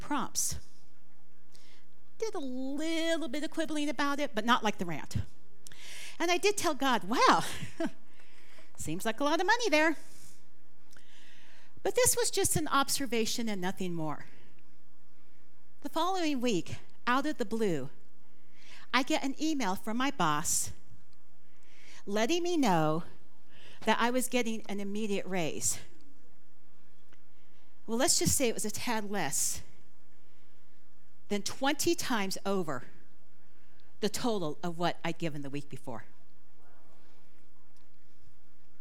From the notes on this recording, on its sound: This talk was recorded live at the Center for Spiritual Living Prescott on May 21, 2023.